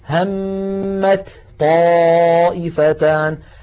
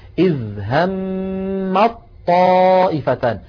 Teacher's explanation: فبدل من أن تقول العرب همت طائفتان، همت طاء، فاللسان يترك المكان ثم يعود إلى المكان بذاته، بدلا من ذلك يحولون التاء إلى طاء فيلتقي طاءان، الأولى ساكنة والثانية متحركة، فيدغمون الأولى في الثانية · Shown in: second take · Term: الإدغام